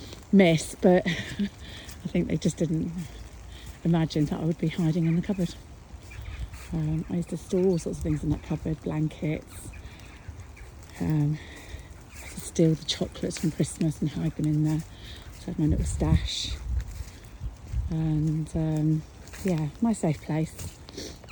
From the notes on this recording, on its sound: Apologies for the little part of wind noise, it was a bit blowy on the dog walk!